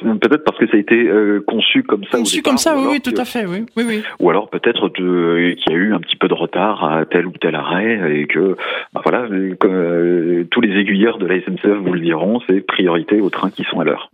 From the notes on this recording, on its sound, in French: Par téléphone.